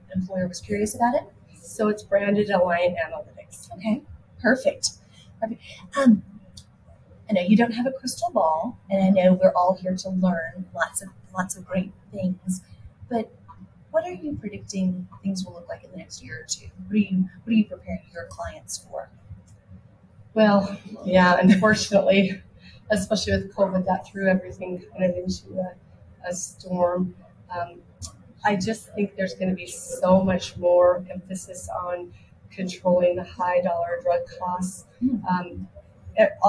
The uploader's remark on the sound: Live at the SIIA 2022 Engage Conference.